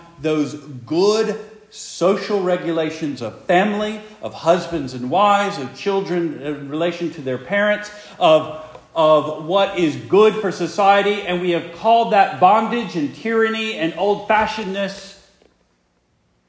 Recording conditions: large echoing room